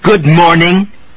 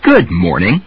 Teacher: Now be careful that you don't just get louder and that you are actually changing pitch, that it's really going up to a different musical note · Shown in: second take · Don't just do good morning, but good morning.